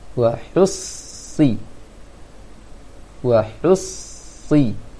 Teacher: Sad kasrah yang ada tanda tasydid di atasnya. Berarti hu langsung disambung ke sad yang bertasydid.